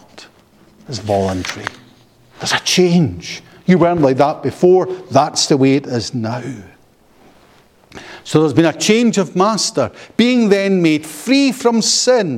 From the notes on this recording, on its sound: paper delivered at the Free Southern Presbytery Colloquium held in Knightswood Free Church -Continuing-, Glasgow, on Saturday 27 January 2024.